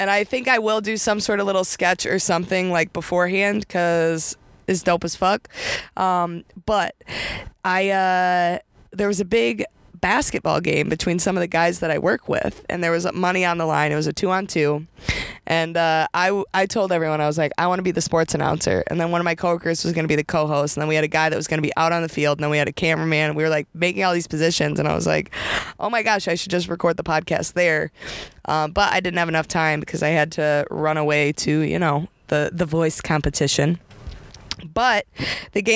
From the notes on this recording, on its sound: recording today’s episode in her new car!